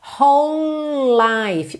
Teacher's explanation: é como se eu tivesse dois L's ligados, já que o E do whole não é pronunciado